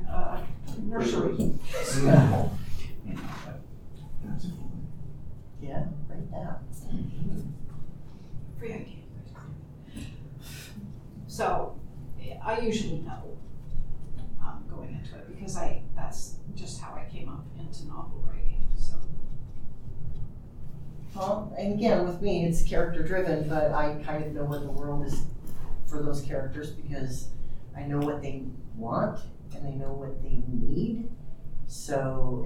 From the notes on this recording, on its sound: TusCon 50 Panel. Panel Room 1.